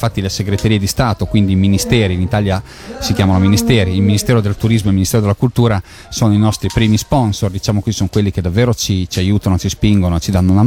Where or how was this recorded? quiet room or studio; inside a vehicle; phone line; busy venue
busy venue